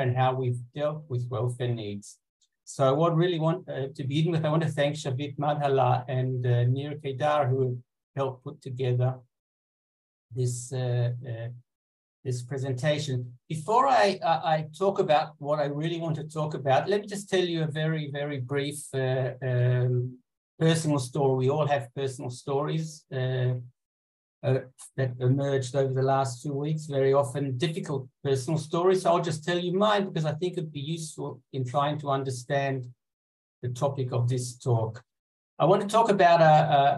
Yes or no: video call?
yes